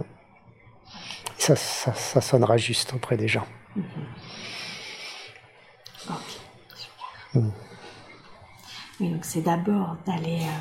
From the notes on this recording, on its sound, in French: Séance de démonstration d’Hypnose Transpersonnelle® lors de la formation de Bordeaux. Certains bruits de fond (environnement et stagiaires) se font donc entendre.